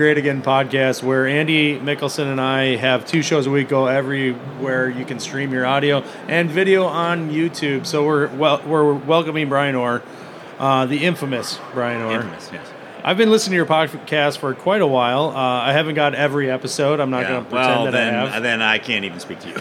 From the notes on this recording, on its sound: Live from AHR Expo in Chicago